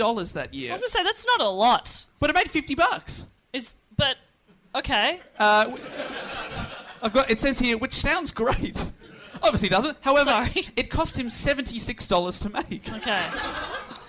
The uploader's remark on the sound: This super fun episode was recorded live at The Melbourne Comedy Festival.